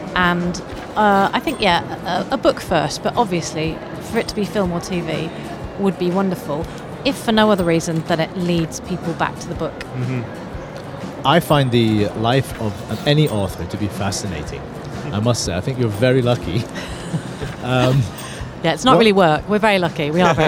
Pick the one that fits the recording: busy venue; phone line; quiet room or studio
busy venue